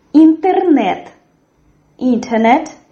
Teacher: The stress in this word falls on the third syllable.